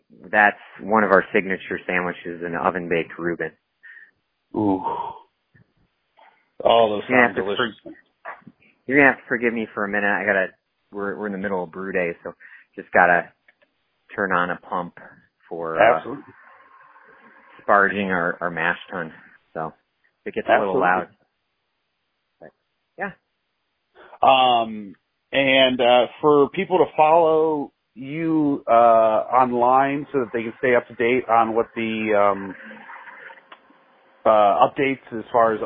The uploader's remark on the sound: I chat via phone